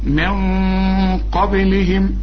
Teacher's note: خد الحرف الاولاني من كل كلمة، ودي حروف الاخفاء، فالقاف من حروف الإخفاء. هنا النون هنخفيها مع القاف ونفخم الغنة